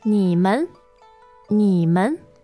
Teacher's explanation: Okay, so 你 is third tone, followed by neutral.